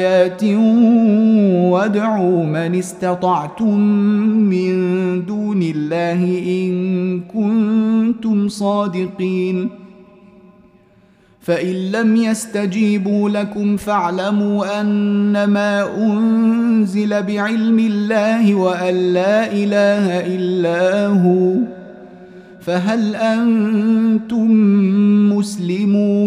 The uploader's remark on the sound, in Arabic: مسجل من صلاة التراويح بمسجد السلام بحي مشرفة.